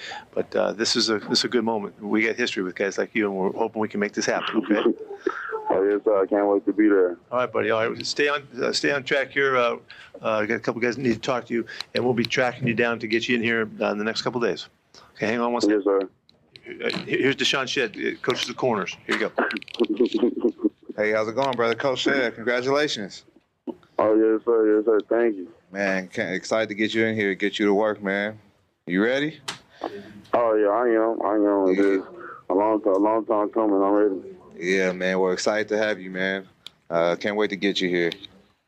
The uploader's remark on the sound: press conferences and phone calls from draft weekend